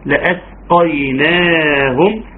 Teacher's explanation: خد بالك السين تجيبها همس وتوضحها